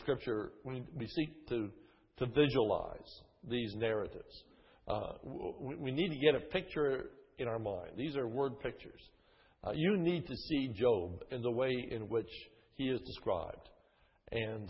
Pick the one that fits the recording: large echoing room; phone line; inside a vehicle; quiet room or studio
large echoing room